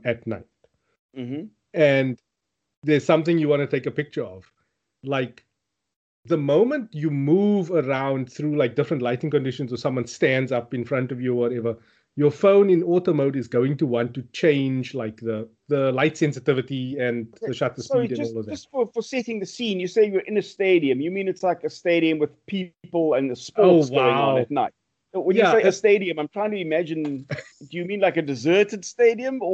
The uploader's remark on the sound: Recorded via Skype